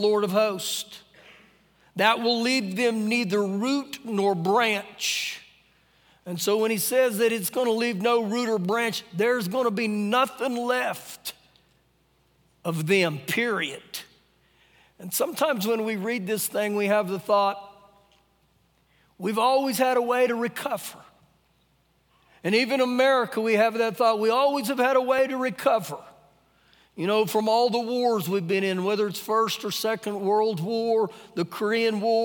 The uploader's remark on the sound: Recorded live during our Sunday morning service.